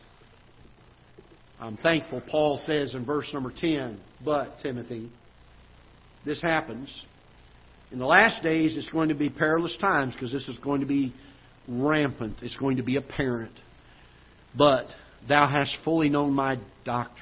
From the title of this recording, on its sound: Ketha Heights Baptist Church ~ Live Broadcast